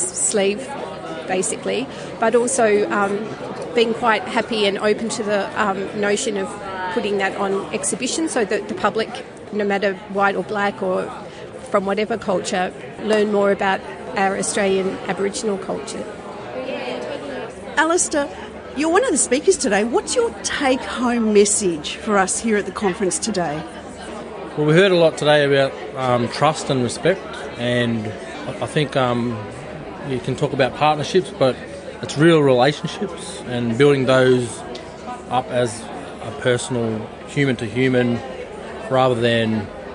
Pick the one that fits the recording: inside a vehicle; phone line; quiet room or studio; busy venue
busy venue